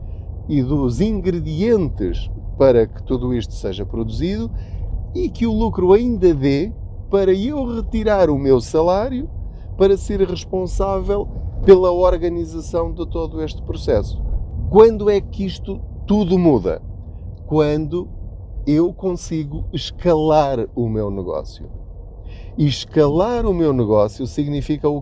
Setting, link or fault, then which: setting, inside a vehicle